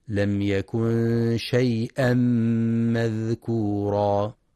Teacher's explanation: وينتبه في كلمة شيئا لتحقيق الهمزة، فلا يقرأ شيا